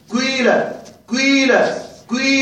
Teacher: الشم، جعلت الكسرة فيها رائحة الضمة، جعلت في الكسرة رائحة الضمة، هي الكسرة في الأصل لكن جعلت فيها صوت الضمة، لذلك سمي إشماما. طيب كيف ننطق؟ نحن لا نريد ضمة